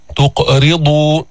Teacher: إن تقرضوا تقرضوا، جبنا القلقلة تاعت القاف، جبنا تفخيم نوعا ما بالقاف اللي هي سكنت وقبلها مضموم